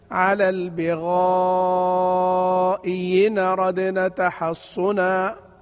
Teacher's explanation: ياء مكسورة خفيفة فليس فيها أي مد